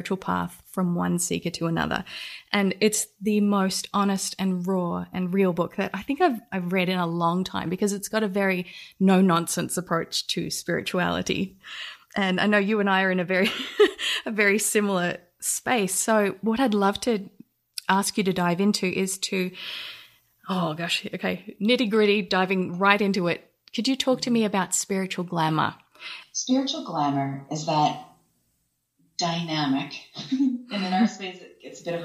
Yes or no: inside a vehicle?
no